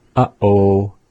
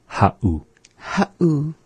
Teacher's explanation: we have the glottal stop. And so another way to put that is the pause.